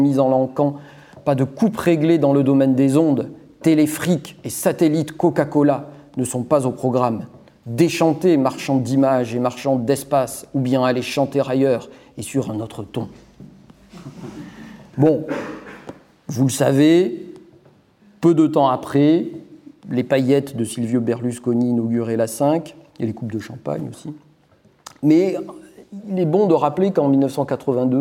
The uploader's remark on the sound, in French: Le 24 novembre 2022 à Paris, Acrimed organisait une conférence